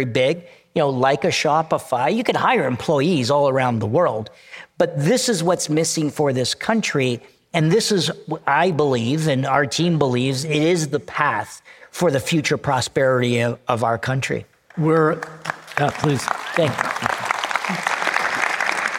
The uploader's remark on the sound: LIVE at ELEVATE Festival. At the ELEVATE Festival in downtown Toronto — the largest gathering of creative thought leaders in Canada.